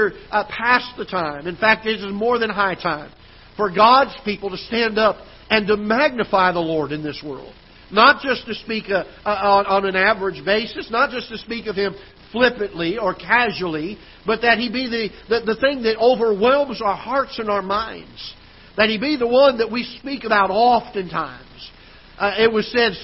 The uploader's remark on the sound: Ketha Heights Baptist Church ~ Live Broadcast